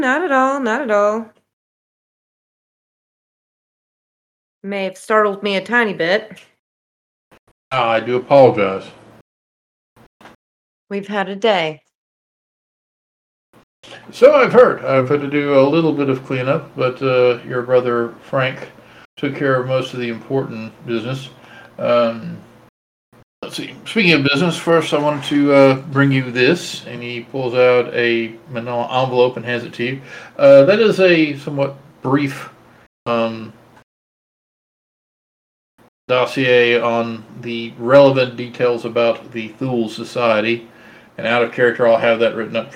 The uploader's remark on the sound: Sorry about the audio quality on this episode, the usual recording system we use was having errors so we had to use a new and different one.